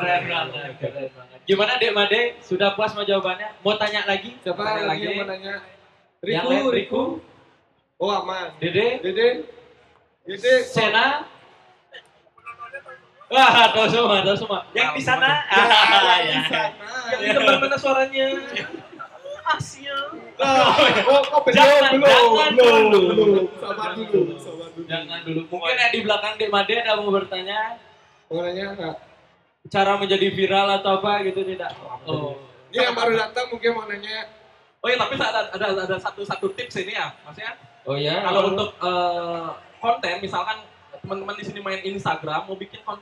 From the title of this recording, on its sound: Live at Creator Corner by HIPMI Denpasar